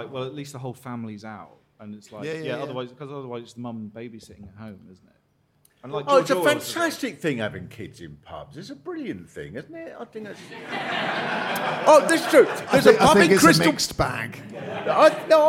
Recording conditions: busy venue